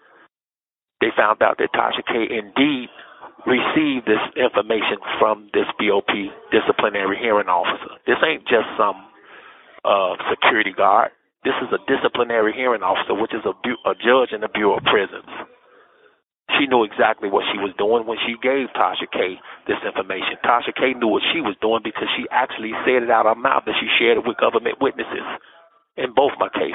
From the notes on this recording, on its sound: LIVE PHONE CONVO